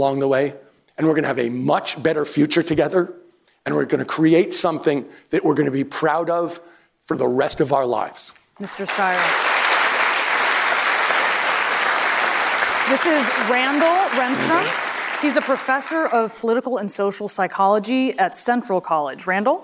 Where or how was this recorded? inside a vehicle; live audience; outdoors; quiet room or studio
live audience